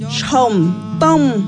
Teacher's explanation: ellos usan una entonación donde el aire sale suave y se alarga un poquito